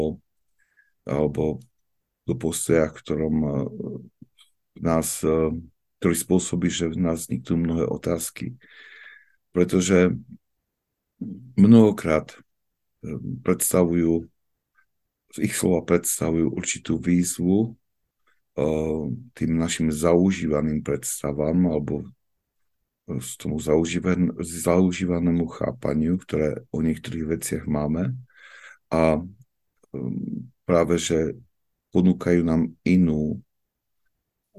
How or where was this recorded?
video call